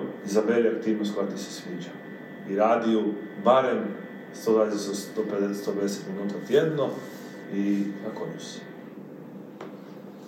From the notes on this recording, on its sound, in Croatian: PRIJE SVEGA ISPRIKA ZBOG SLABIJE KVALITETE TONA. ISKLJUČIO NAM SE JEDAN OD MIKROFONA VEĆ NA POČETKU SNIMANJA, ŠTO NAM SE DO SADA NIJE DOGAĐALO PA SMO BILI PRISILJENI KORISTITI AUDIO SA VIDEO SNIMKE.